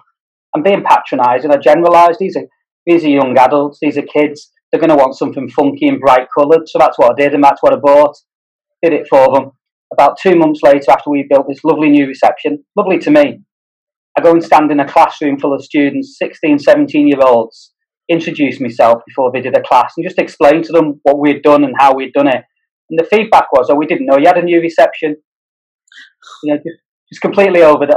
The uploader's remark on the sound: This podcast was recorded via Zoom.